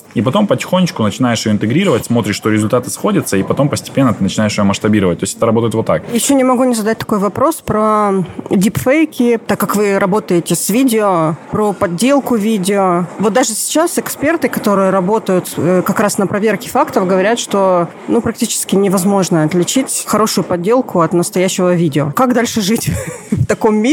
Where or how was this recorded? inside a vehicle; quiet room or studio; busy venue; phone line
busy venue